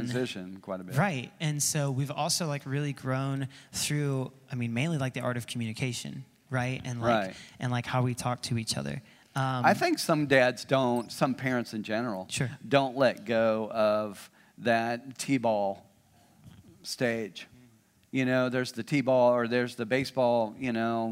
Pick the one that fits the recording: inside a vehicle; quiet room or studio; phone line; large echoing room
large echoing room